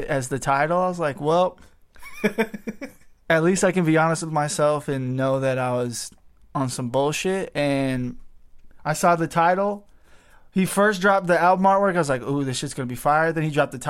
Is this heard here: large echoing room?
no